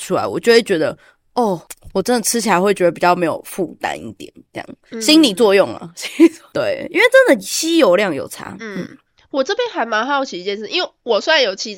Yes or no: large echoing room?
no